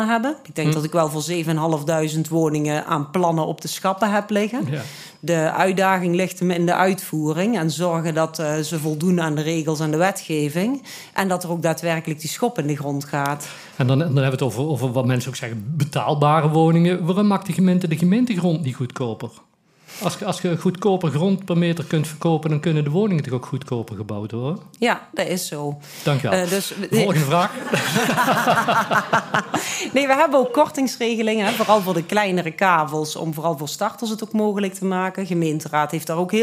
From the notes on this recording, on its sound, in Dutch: Tijdens het Live Podcastcafé van De Neije Krant en het Ondernemers Collectief Mill. In ’t Lagerhuis aan.